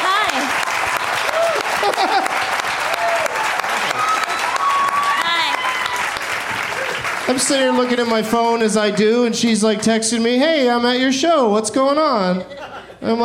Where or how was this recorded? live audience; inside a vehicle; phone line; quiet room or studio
live audience